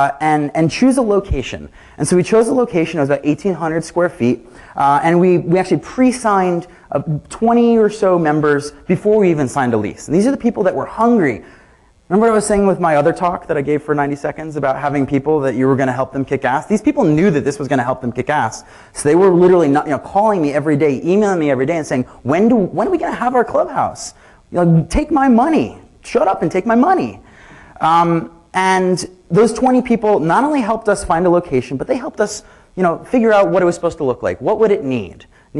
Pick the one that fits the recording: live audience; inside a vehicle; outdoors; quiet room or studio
live audience